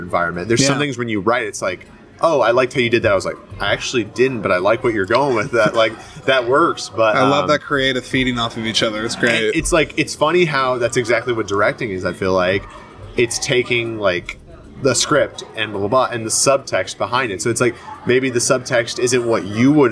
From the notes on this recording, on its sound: This episode is the second in a series of exclusive conversations that were recorded on site at the 16th Annual Iowa Independent Film Festival. This episode was also my first to be recorded outside! Specifically at 173 Craft Distillery in Clear Lake, IA.